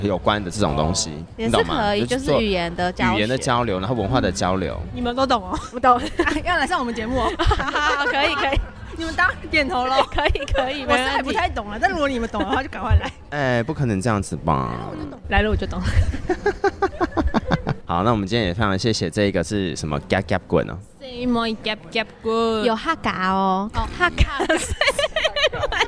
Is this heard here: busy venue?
yes